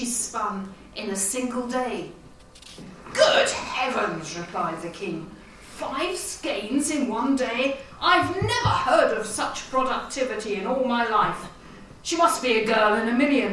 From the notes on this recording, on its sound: This episode features two guest speakers, recorded live at the flagship conference of The Folklore Society in 2018, held at the Museum of English Rural Life in Reading.